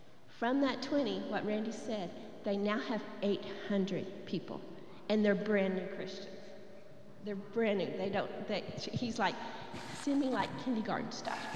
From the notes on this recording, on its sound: Recorded live during our Wednesday night service